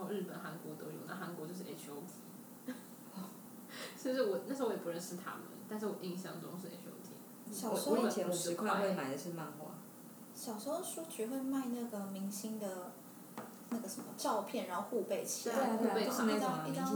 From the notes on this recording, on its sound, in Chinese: 雖然是在獨立的室內空間錄音，但是還是收到很多環境音，還請大家見諒